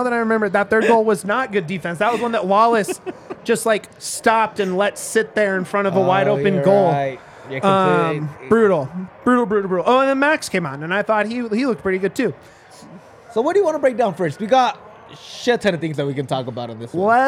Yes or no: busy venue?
yes